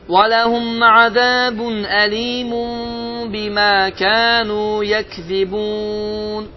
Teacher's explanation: Sonda gələn məd hansıdır? Məd-ül-ərıq lissukun. Uzatma miqdarı 2, 4, 6.